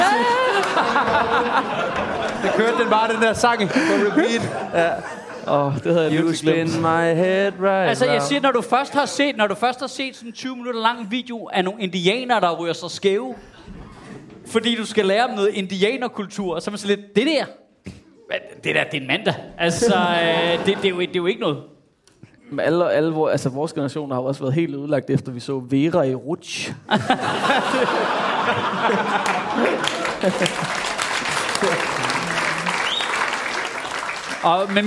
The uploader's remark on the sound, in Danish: Optaget live på Comedy Zoo